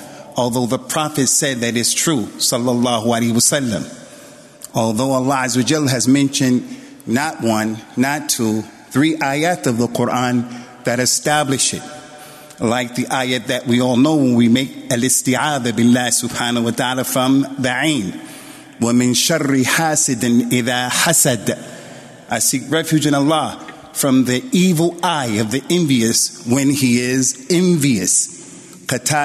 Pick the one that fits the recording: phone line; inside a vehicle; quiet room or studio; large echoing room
large echoing room